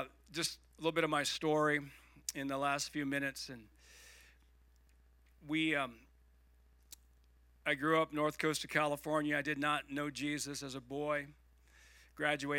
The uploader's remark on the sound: Igniting Hope Conference (Sunday Service)